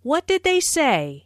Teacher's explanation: Notice how say is emphasized, but the intonation falls at the end of the word.